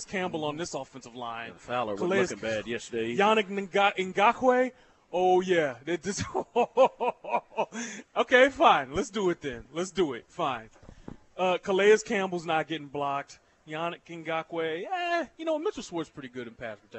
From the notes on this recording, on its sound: LIVE from Nick and Jake's in Overland Park